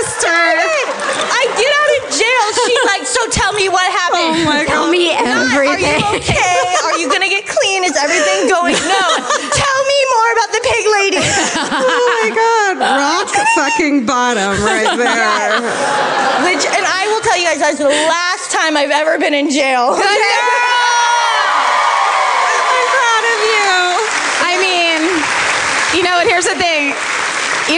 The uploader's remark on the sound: Live At Revolution Hall. Live in Portland, it's a brand new My Favorite Murder! Recorded during a three-night stint at Revolution Hall.